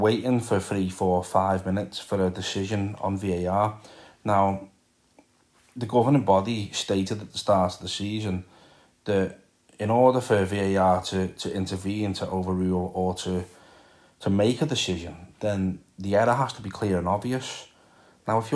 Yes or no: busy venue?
no